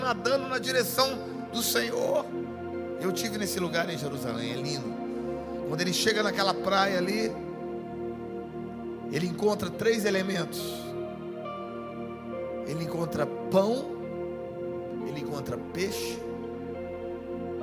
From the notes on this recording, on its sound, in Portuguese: A Refúgio Summit Conference aconteceu no dia 30/09/2023 na nossa Igreja.